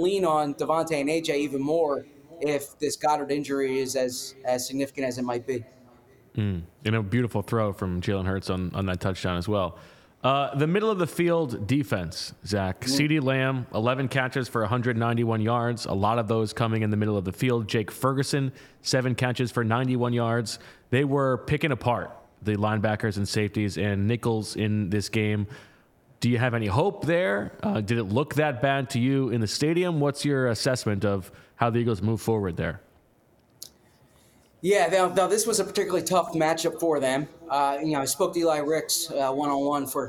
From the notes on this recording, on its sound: Joins them live from LINC after making his way through the locker room.